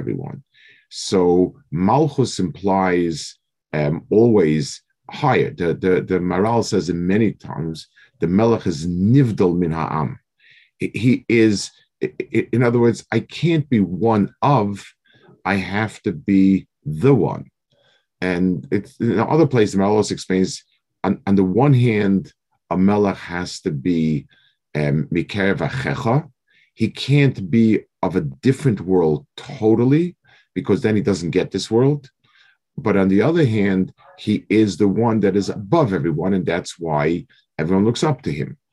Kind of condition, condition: link, video call